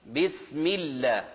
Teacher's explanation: إذن أشبع كسرة الميم، وكذلك كسرة الباء، بسم الله، وهكذا. · Term: إتمام الحركات